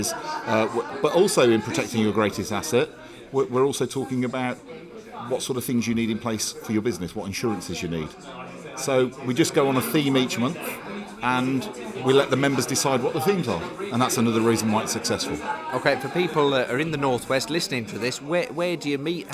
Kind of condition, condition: setting, busy venue